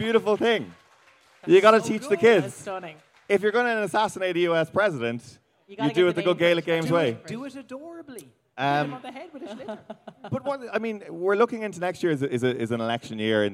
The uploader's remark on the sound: BONUS: Live at Electric Picnic. At Electric Picnic for a special live podcast!